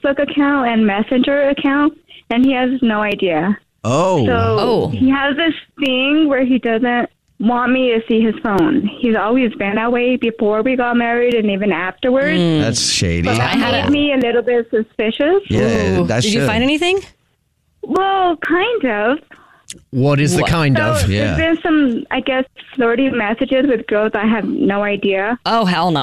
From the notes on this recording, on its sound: Today there is a caller on the phone